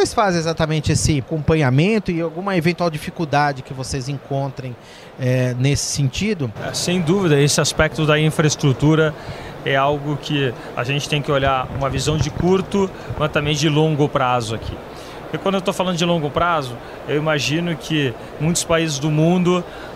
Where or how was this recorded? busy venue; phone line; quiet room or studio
busy venue